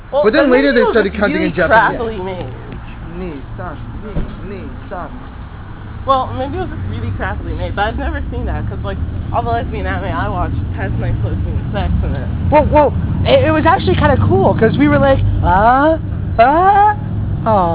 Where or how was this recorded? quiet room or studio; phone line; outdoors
outdoors